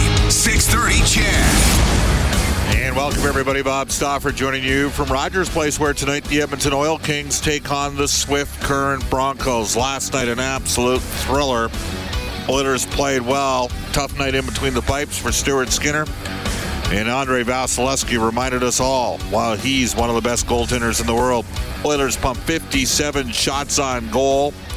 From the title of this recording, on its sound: opens the show from Rogers Place